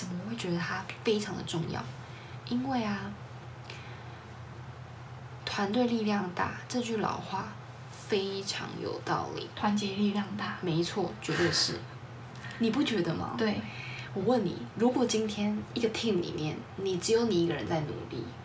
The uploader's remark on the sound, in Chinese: 這集聲音有點小聲